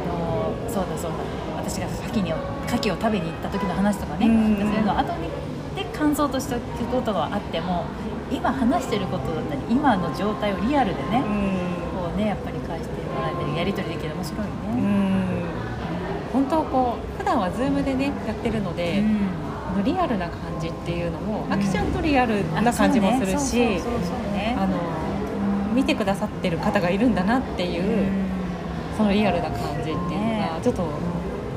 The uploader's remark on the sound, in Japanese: 初の屋外収録です！初めての対面での収録です。